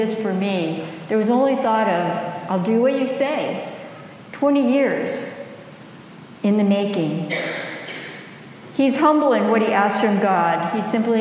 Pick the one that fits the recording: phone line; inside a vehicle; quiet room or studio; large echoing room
large echoing room